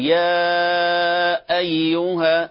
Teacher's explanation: أيها همزة قطع تبتدئ بحرف شدة